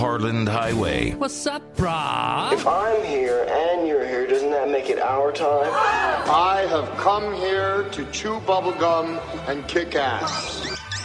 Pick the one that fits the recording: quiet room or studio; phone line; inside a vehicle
phone line